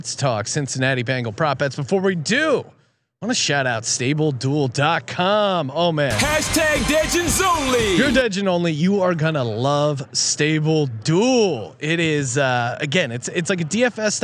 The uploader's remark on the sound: broadcasting live again from Super Bowl Radio Row